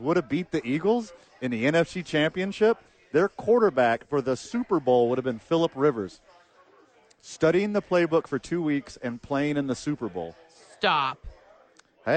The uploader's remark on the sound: live from ABQ Axe